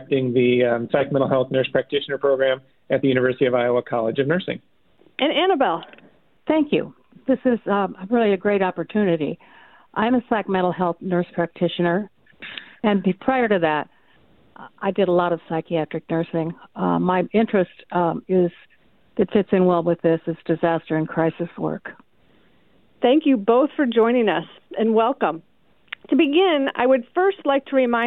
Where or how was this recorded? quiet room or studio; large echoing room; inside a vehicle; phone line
phone line